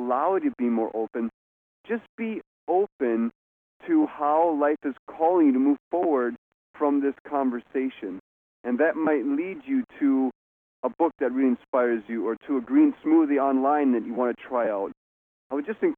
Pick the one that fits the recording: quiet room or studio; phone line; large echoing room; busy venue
phone line